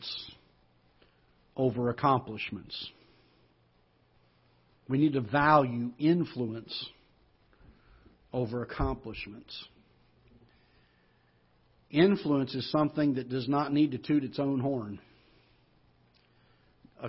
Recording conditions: large echoing room